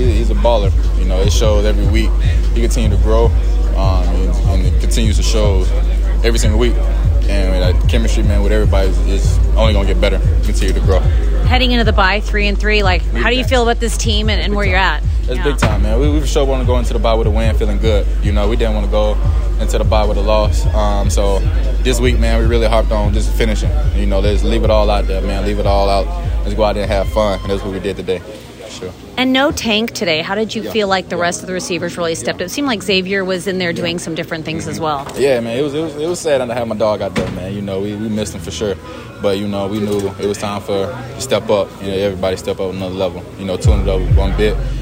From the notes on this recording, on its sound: In the locker room following the Houston Texans' Week 6 win against the New Orleans Saints.